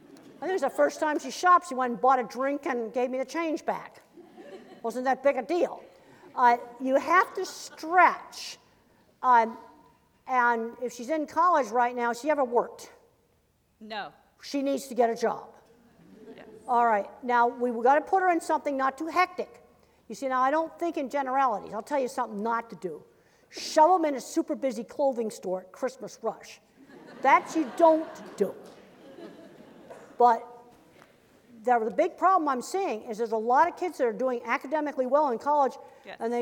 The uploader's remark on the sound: As part of the University of Washington Graduate School lecture series Equity and Difference: Rights.